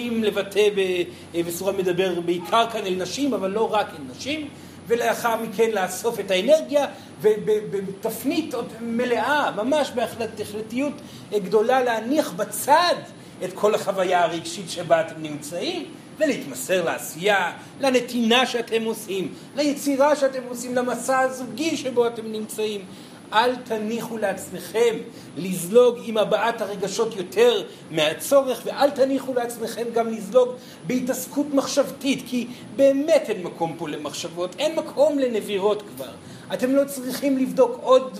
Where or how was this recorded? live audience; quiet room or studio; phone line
live audience